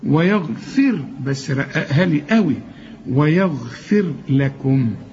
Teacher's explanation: طالما إن الفاء هنا مكسورة الراء مرققة عند الوصل وعند الوقف. ويغفر، بس رققها لي قوي، ويغفر لكم، لكم كل الحروف مرققة.